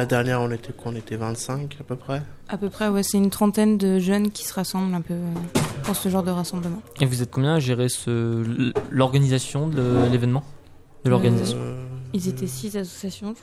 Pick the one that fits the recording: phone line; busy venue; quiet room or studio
busy venue